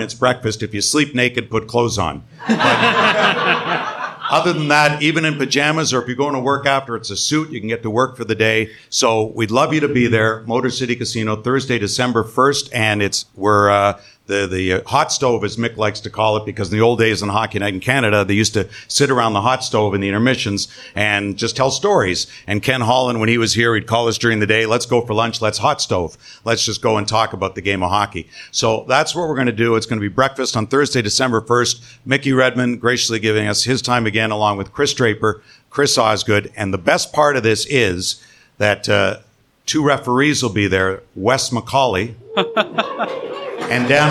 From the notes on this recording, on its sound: the live recording of the show from the third Winged Wheel Podcast Night at the LCA